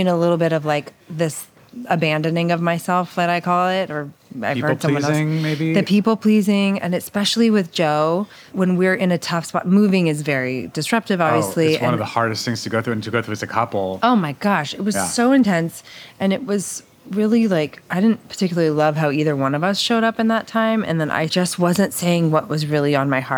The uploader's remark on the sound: This episode of Dinner's On Me was recorded at K'Far in Williamsburg, Brooklyn.